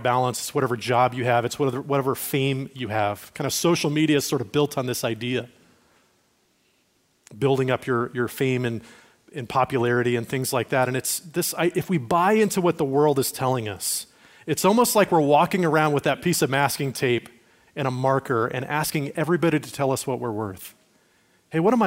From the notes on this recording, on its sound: Recorded at Liferoads Church in Spokane on June 18, 2023.